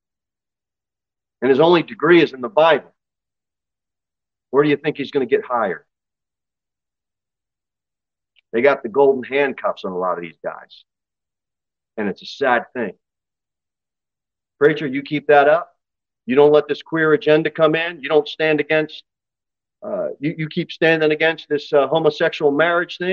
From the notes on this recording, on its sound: Sermon delivered at Pilgrim Baptist Church on Sunday, May 7, 2023, at 2:15 pm. Jere Whitson Rd.